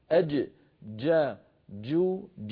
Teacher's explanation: أن صوت الجيم شديد، الجيم الفصيحة يعني شديد بمعنى محبوسة الصوت